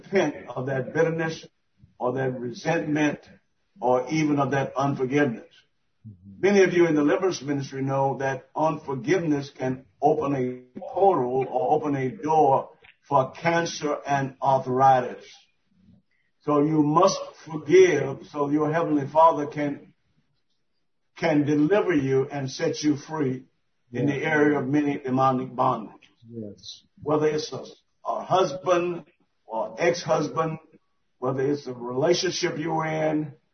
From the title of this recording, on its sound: May 2021 Zoom Meeting